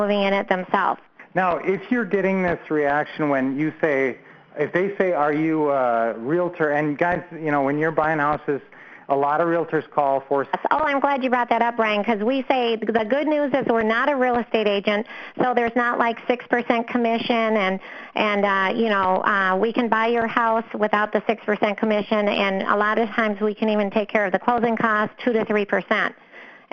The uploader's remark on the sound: 2014-07-14 Q&A Call